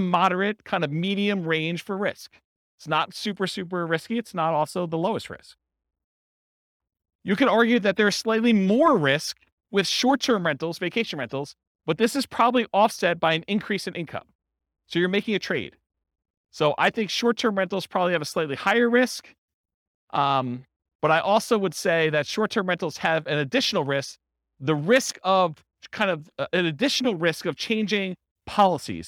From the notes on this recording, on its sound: This was a live class recorded